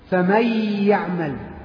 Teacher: لاحظنا ان النون الساكنه لما يجي بعدها ياء ما بتتقراش